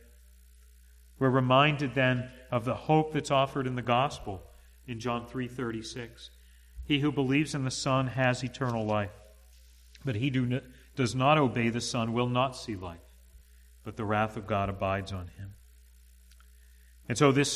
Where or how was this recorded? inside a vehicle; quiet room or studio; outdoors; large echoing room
large echoing room